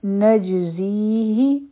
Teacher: نجزیه په جیم باندې سکون دی قلقله به کو زی په زا کې بزنګ